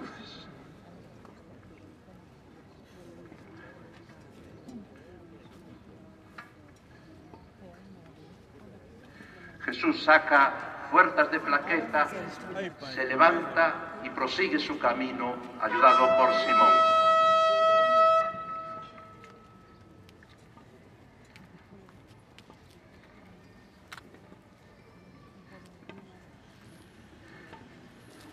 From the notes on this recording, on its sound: Praza Da Quintata De Vivos, Santiago de Compostela, Spain - Procession of the Holy Encounter. 13 seconds after I pressed record the liturgy began. Sombre music (advice as to which piece is welcome) played by the band, carrying of pasos (floats), the tapping of staves and dragging of chains.